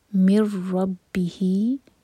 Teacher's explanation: empty نون کے بعد را پر شدہ، یہ ادغام بغیر غنہ کا